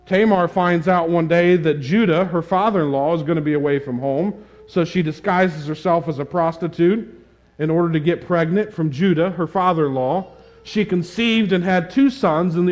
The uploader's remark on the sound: This sermon on Luke 3:21-38 was preached at the Tarrant Bible Methodist Church on March 6, 2022.